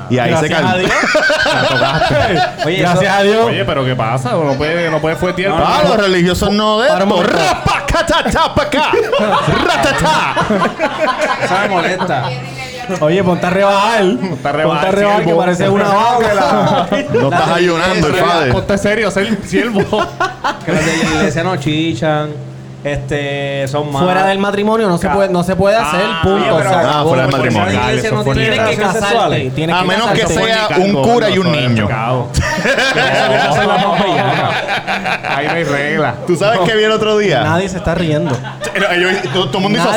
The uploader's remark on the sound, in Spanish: El Cuido Podcast LIVE. Nos fuimos para #TACOS e hicimos un LIVE.